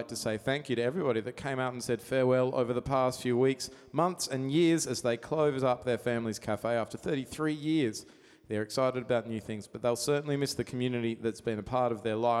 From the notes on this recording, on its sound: Our very first episode for 2019 was recorded live at the legendary Grace Emily Hotel.